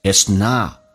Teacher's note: T 不发音，但气流要阻塞，前面是元音